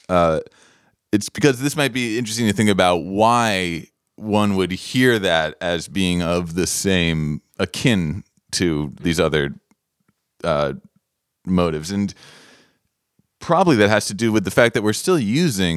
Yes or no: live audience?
no